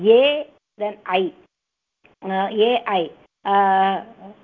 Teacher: द्वयोः वर्णयोः स्थानं कण्ठ अपि च तालु